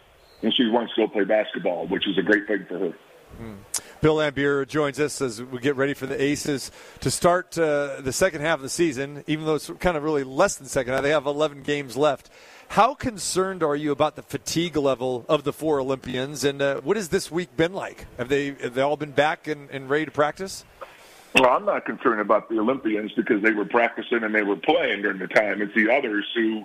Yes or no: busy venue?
yes